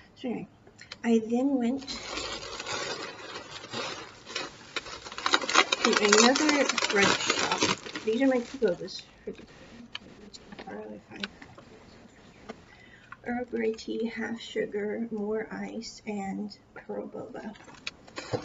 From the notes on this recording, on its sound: Sorry for the poor audio quality--this was recorded early this year and I was still working out audio kinks.